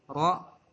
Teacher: Jadi ketika fathah ra atau ketika dhammah ru itu istilahnya tebal. Ya. Tebal atau tafkhim.